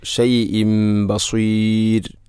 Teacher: ബികുല്ലി ഷൈഇൻ ബസീർ, അവിടെ ഷൈഇൻ എന്ന തൻവീനു ശേഷം ബ വന്നാൽ ഇഖ്ലാബ് എന്നതാണ്. തൻവീനിനെ മീമാക്കി മാറ്റുന്നു